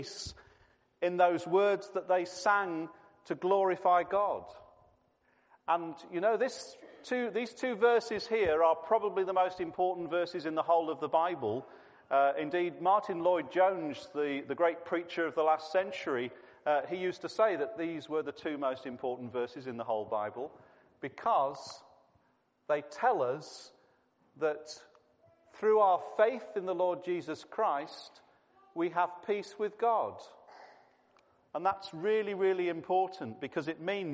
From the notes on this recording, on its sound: This was a family service